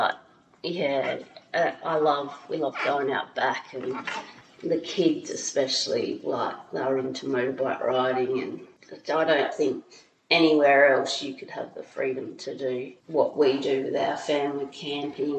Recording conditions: echo